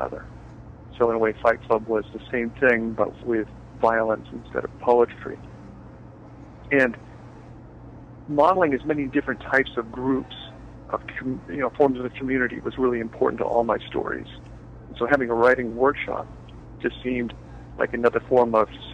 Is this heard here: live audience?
no